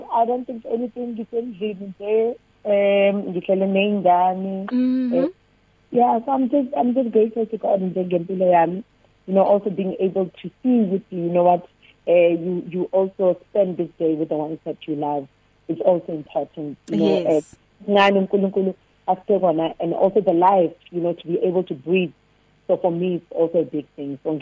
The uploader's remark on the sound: Listeners also called